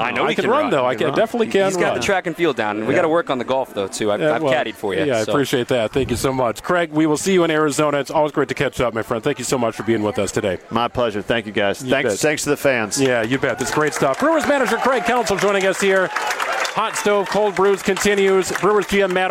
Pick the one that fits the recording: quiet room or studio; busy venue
busy venue